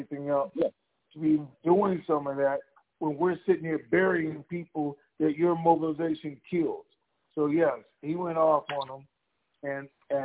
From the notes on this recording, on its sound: TNTSuperfantastic Conference Call